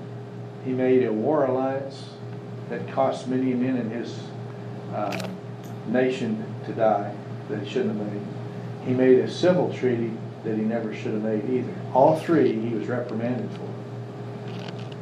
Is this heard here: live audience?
yes